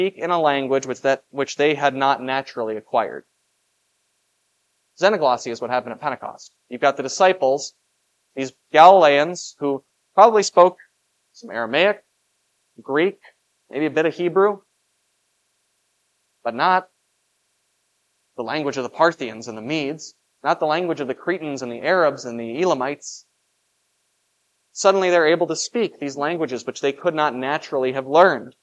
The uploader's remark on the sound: This Sunday sermon. Was preached for the Festival of Pentecost at Grace of God Lutheran on May 28, 2023.